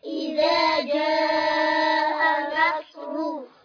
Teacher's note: حركات، إذا جاء، همزة وفتحة، إذا جاء، نون فتحة، إذا جاء، صاد سكون، إذا جاء، راء ضمة مفخمة